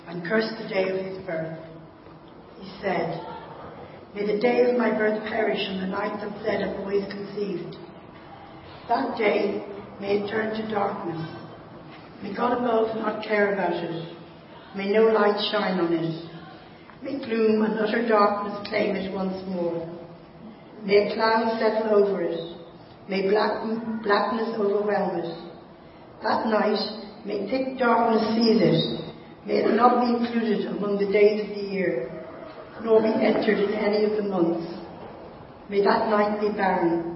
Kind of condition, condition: setting, large echoing room